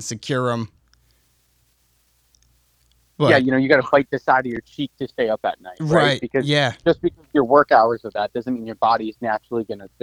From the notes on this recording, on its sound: called in and took over the show